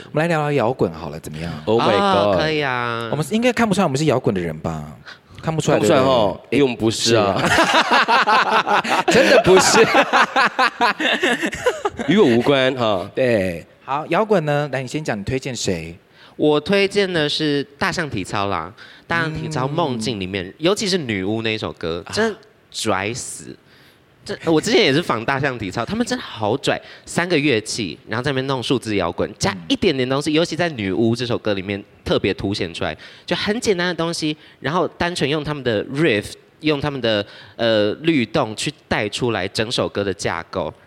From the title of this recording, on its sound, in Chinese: 特別版現場錄音